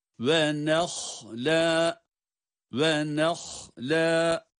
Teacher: Burada nunu ince sesiyle ha'ya kadar getiriyoruz ama ha'ya bağlandığı yerde ha'nın kendi kalın sesi çıkıyor